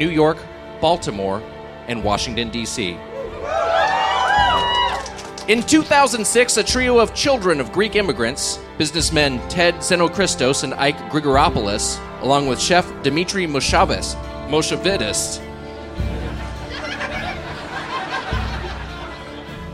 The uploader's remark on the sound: Recorded live at the DC Improv.